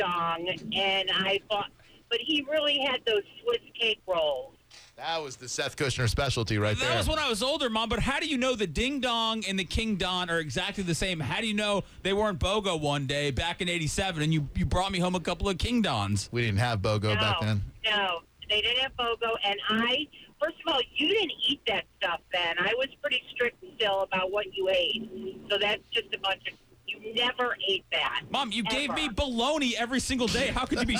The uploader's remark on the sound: on the phone